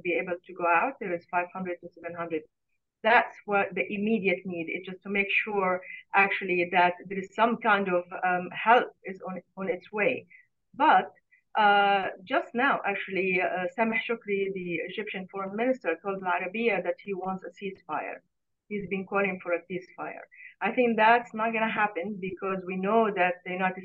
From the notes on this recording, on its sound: Live Q&A webinar. Reporting from Tel Aviv.